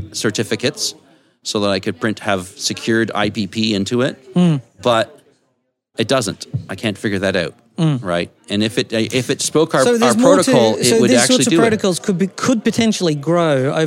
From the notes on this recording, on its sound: A conversation recorded live. At the IETF 99 conference.